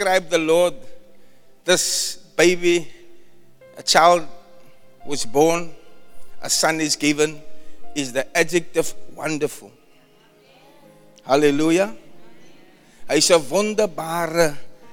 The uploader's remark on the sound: Preached at the Zion Sanctuary, Cape Town